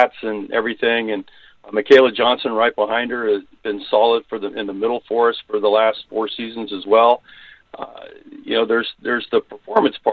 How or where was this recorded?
phone line